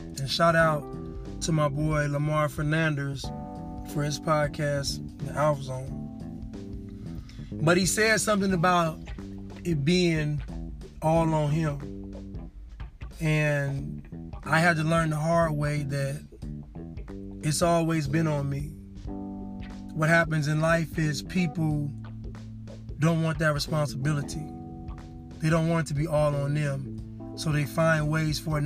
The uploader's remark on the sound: Casting from the car...again.